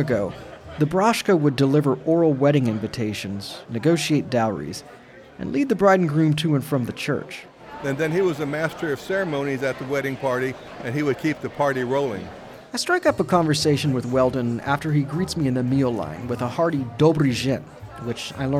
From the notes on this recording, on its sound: On the last Sunday in September, however, the town comes alive when nearly 2,000 descendants, friends, and family convene for Wendish Fest. Recorded live at Wendish Fest.